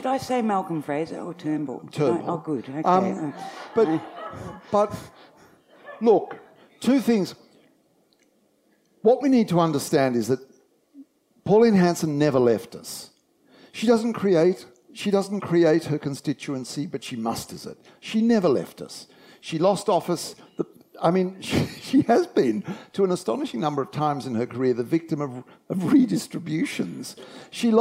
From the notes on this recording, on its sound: Recorded live at Montalto Vineyard and Olive Grove.